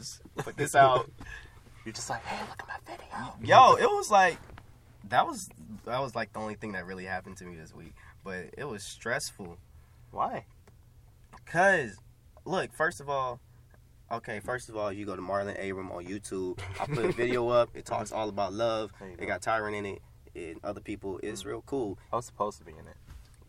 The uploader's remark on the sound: The boys are back in the car for now.